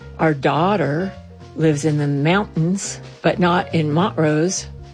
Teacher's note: Coloradoans don't pronounce T's in the middle of words.